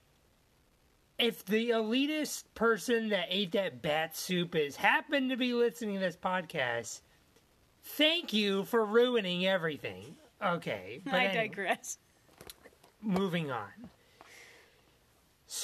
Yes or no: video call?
no